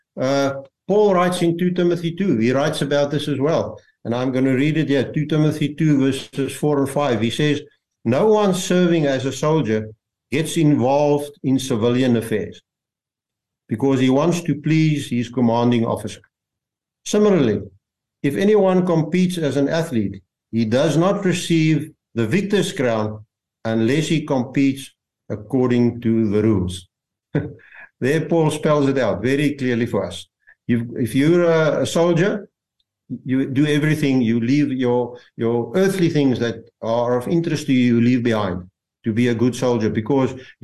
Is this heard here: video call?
yes